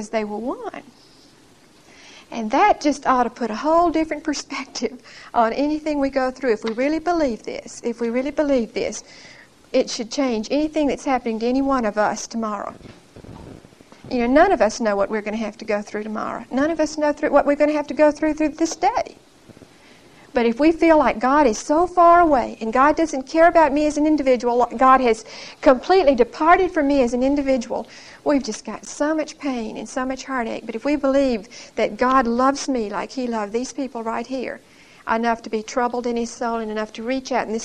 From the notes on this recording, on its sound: Recorded 9/16/1975 at Whitesburg Baptist Church.